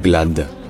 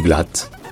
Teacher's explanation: en allemand, le D à la fin d'une particule se prononce T · Shown in: second take · Donc ce n'est pas Glad, c'est Glatt.